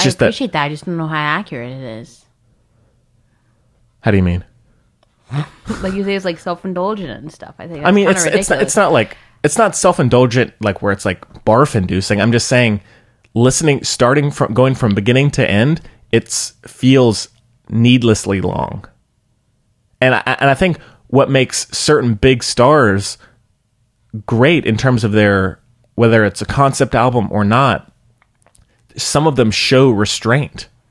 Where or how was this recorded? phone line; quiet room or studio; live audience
quiet room or studio